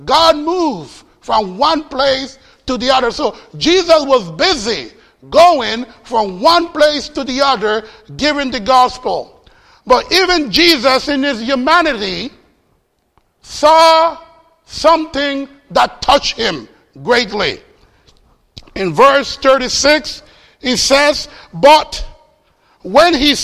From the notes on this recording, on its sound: Faith Baptist Church in Hamilton, NJ.